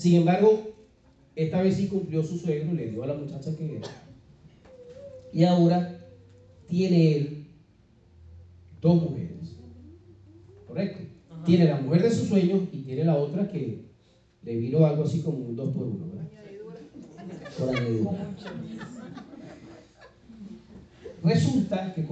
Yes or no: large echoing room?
yes